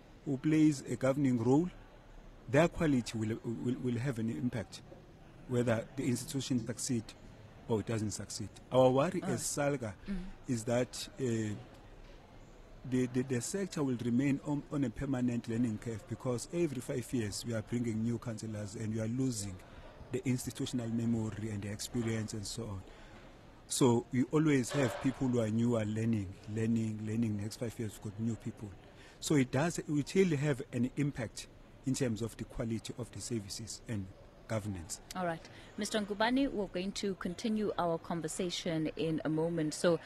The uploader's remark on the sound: SALGA hosts National Conference. We bring you day 2 ofSALGA’s National Conference where we are broadcasting from over till tomorrow. Stakeholders from municipalities, provincial and national government, the business sector as well as think tanks are convening here in Cape Town.